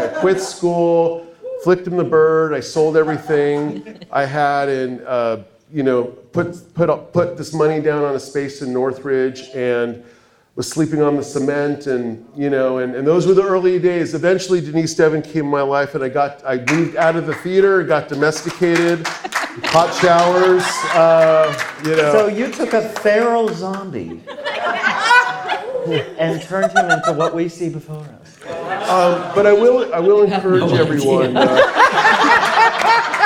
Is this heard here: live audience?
yes